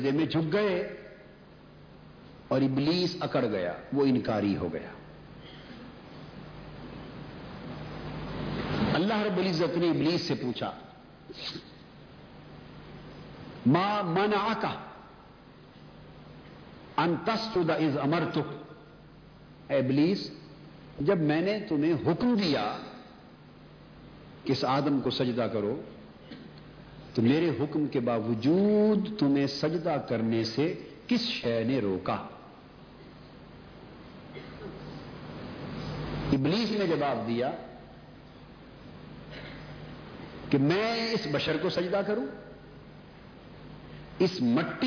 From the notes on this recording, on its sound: A Speech delivered at Jamy Masjid Razay Mustafa.